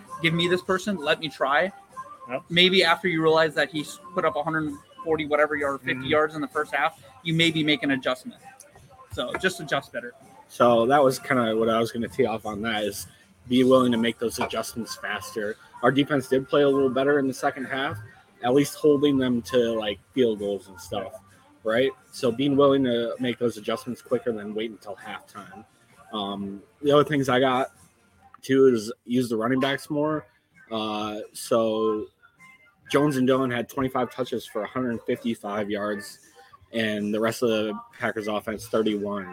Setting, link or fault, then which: setting, busy venue